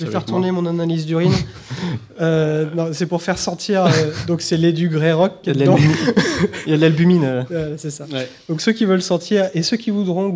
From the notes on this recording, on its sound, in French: A PodRennes 2017. Enregistré en live à PodRennes!